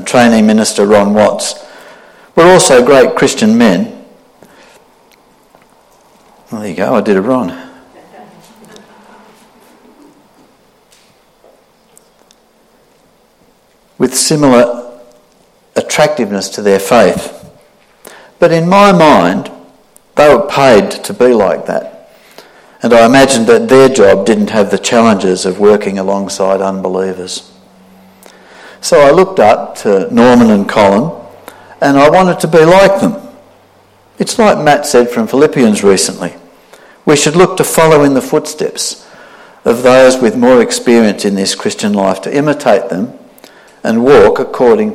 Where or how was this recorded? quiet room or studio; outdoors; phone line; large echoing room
large echoing room